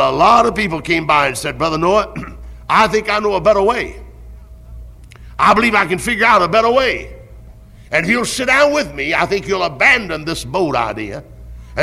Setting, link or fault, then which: setting, large echoing room